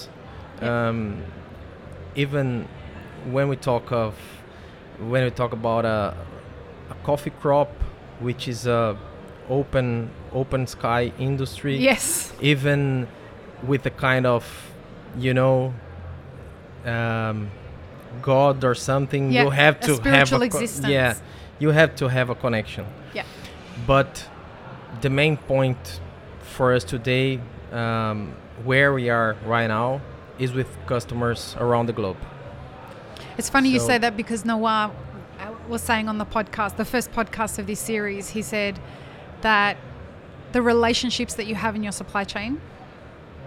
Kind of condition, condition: setting, busy venue